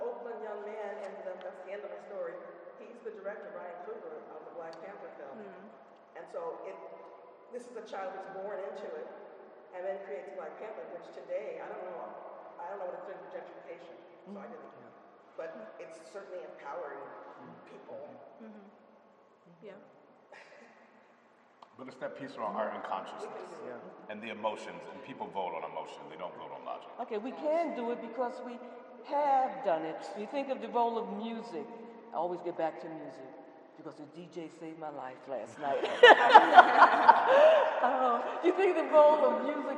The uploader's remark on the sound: Audio from the Blue Note Salon, an April 21st panel curated by Black Quantum Futurism at the Icebox Project Space.